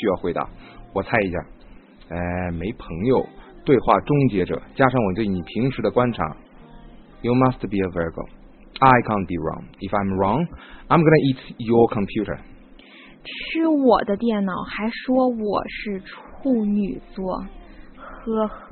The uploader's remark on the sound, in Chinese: 老粉能一耳朵就听出这嘈杂的音质